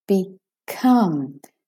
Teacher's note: The come is the stressed syllable, the main stressed syllable.